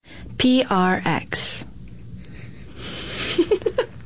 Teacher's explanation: Perfect breathy delivery of PRX.